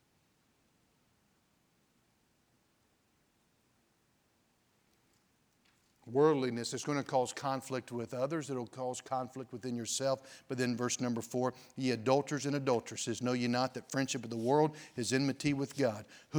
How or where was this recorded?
large echoing room